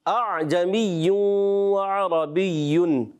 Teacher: ایک حمزہ سے پڑھا، ایک حمزہ بالکل ہی ختم کر دیا